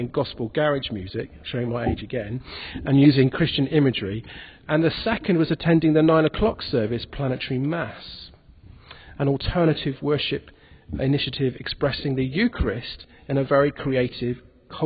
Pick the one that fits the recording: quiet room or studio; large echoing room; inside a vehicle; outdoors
large echoing room